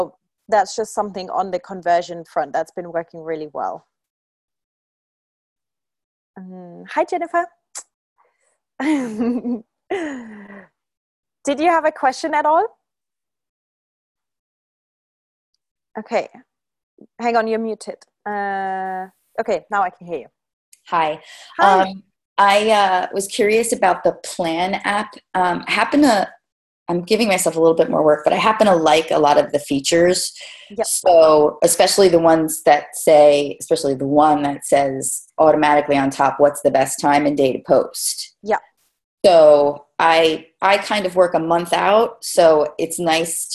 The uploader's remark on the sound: one of the most recent live Q&A calls from inside the 'Instagram Secrets to Success' course